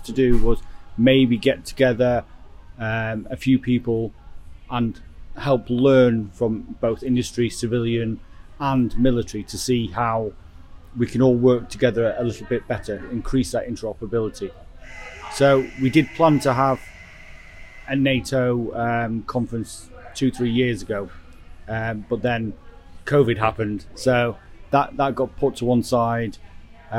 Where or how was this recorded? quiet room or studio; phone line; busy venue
busy venue